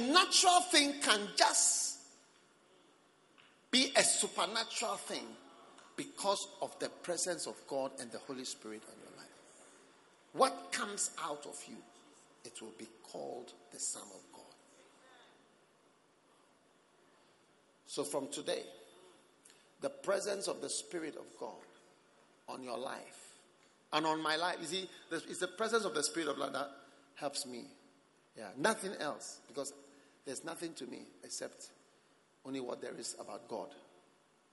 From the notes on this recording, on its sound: Preached at the Christmas Service.